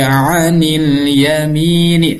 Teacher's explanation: Ain itu di tengah-tengah tenggorokan, wastal halaqi, tengah-tengah tenggorokan. Jadi jangan sampai ain bunyinya seperti hamzah. Anin, tapi anil yamini, harusnya seperti itu.